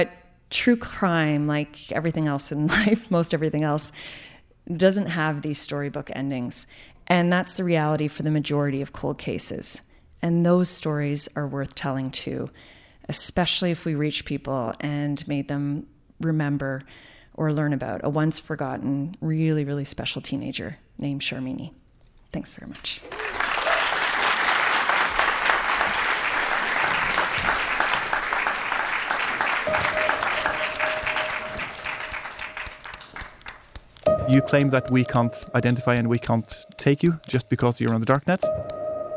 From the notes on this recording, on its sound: As they share never-before-told stories from their podcasts in front of a live audience at the Hot Docs Podcast Festival.